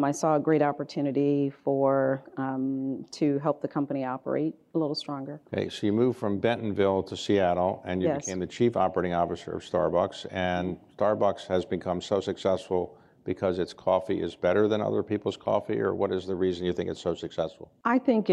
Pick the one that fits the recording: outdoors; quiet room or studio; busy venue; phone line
busy venue